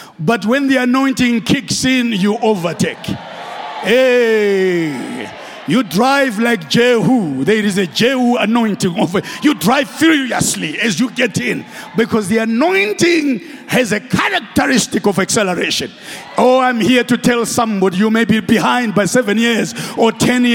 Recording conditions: large echoing room